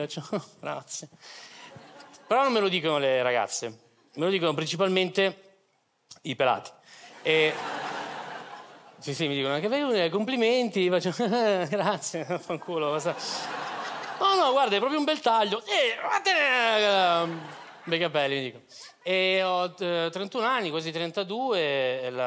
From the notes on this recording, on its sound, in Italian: Registrato al Teatro Manzoni di Milano